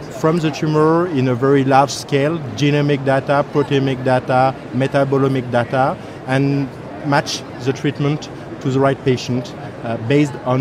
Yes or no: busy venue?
yes